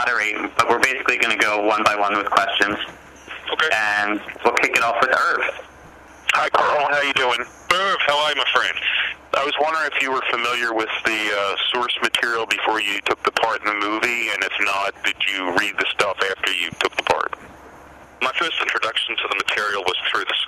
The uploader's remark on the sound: This is a recording of a conference call